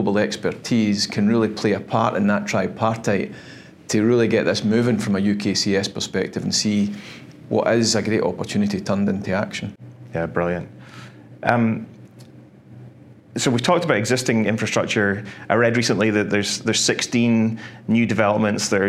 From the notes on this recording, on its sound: Reflections from CERAWeek 2023. Recorded live at CERAWeek.